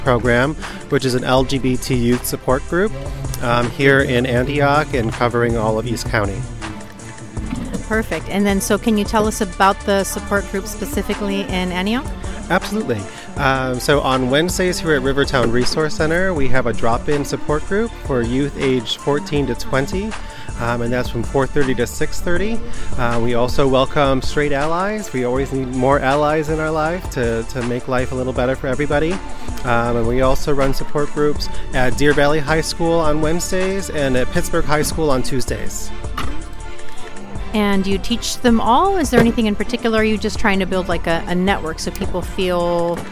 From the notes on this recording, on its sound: Interviews from the recent Resource Fair in Antioch. Music performed live from the Resource Fair.